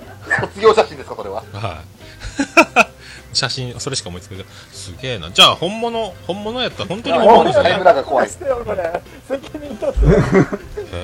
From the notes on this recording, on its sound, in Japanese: 公開収録。ツイキャスしゃべり場ジョニー』。